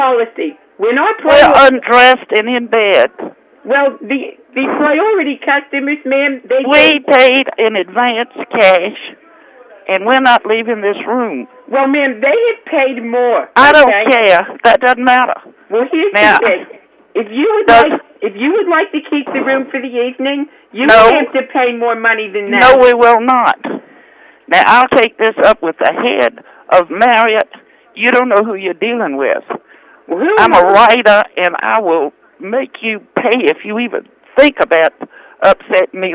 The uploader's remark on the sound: Personal Prank Phone Calls Collection